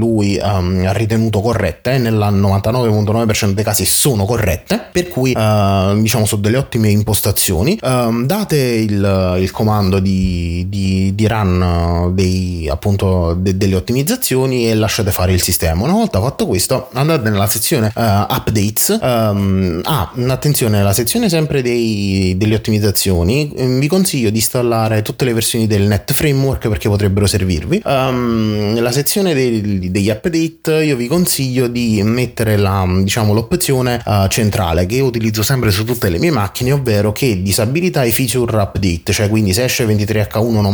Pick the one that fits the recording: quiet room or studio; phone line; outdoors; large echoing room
quiet room or studio